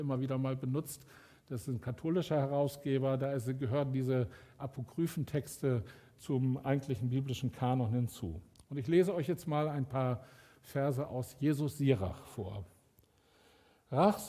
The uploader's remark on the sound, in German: Aufzeichnung der Predigt des Gottesdienstes